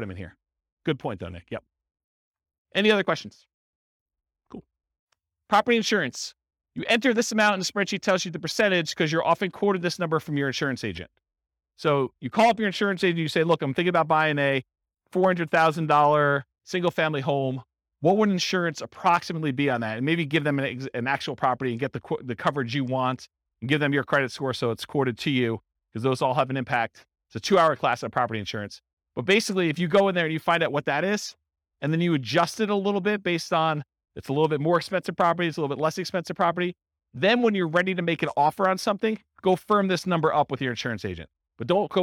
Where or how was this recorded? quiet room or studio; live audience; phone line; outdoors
live audience